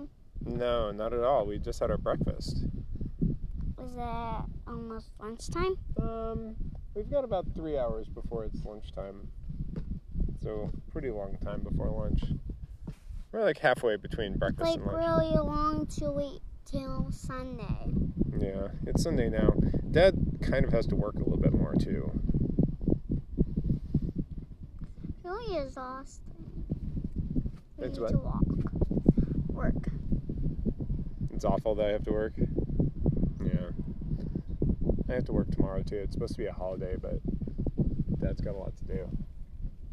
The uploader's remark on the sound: A podcast recorded at a middle school baseball field.